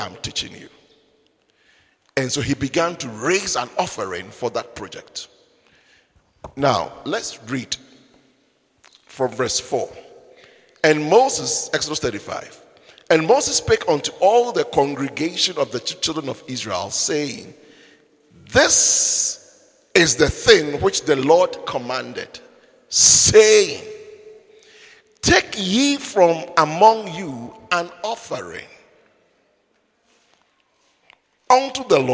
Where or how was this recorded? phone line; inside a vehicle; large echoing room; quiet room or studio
large echoing room